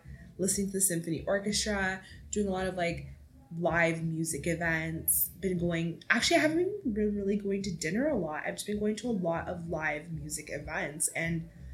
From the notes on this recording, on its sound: You can totally hear my neighbours music in the background of this episode. Apologies for the background noise in advance!